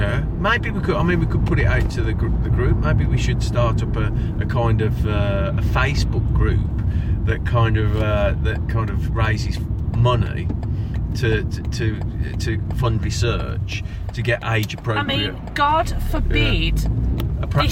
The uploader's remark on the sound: Recorded on the car journey home from work